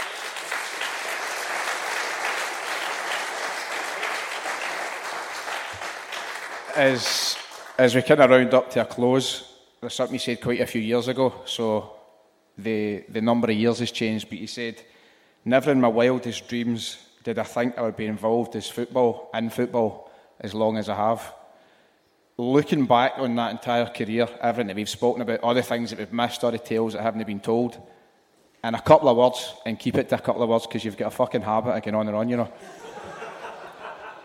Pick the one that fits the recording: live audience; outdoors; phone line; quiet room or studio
live audience